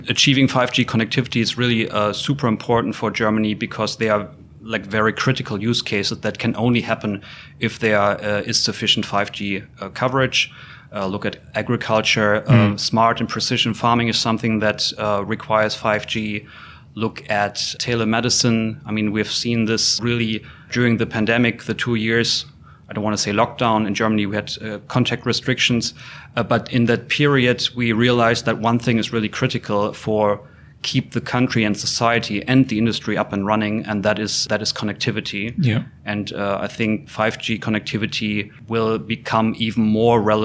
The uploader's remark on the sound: At the connect conference 2022 in Dresden.